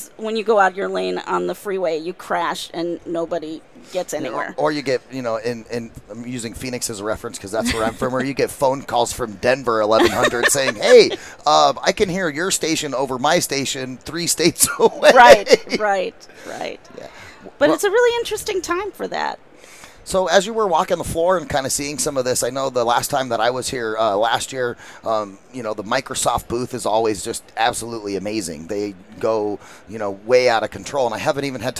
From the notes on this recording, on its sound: Live at NAB 2016. As they go live from the Advanced Advertising Theater on the event floor.